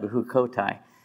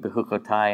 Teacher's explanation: you pronounce the second to last syllable with the accent because it's the title · Shown in: first take · Otherwise, it would be Bechukotai, and that's a lot easier to say, at least for me.